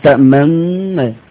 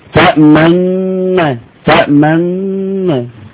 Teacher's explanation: تدخل النونين في بعض بس تشير الى حركة النون الاولى · حركة النون الاولى كانت ضمة، فتروح شاير بالضم، تقول تأمن.